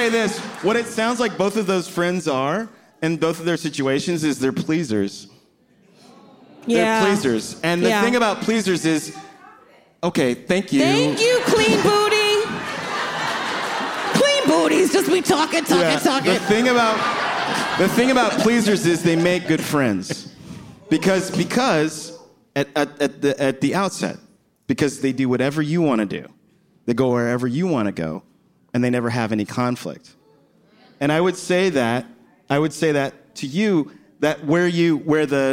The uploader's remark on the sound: Live at the Bell House